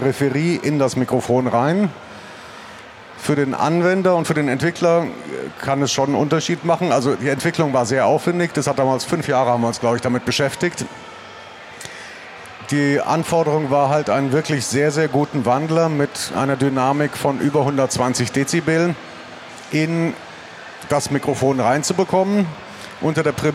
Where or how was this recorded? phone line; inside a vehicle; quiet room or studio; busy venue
busy venue